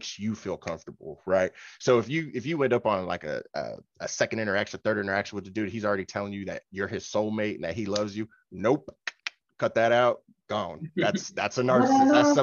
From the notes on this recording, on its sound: Please excuse the audio on our end